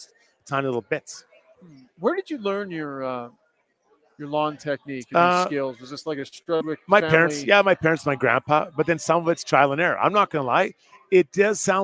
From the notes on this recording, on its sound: the show is presented live from Longshotz Indoor Golf & Sports Bar